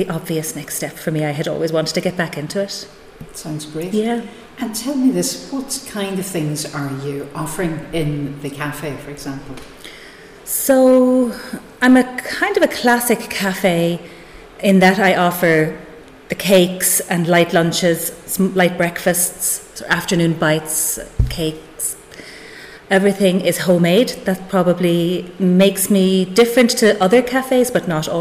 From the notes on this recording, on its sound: At the Berry tree Cafe Mountshannon. Broadcast live from the Derg.